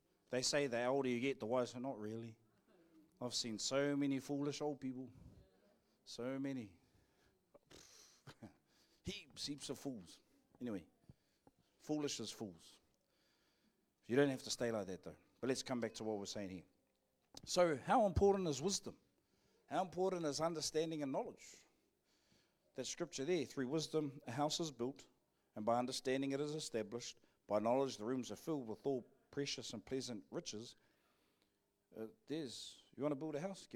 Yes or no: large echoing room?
yes